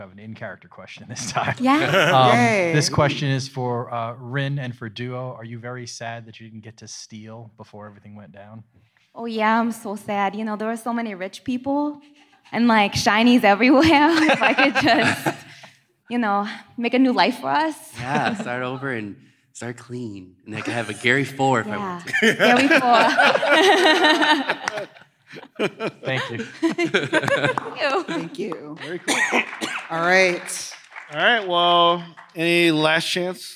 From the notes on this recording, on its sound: Live From C2E2. Perform live at C2E2 in Chicago!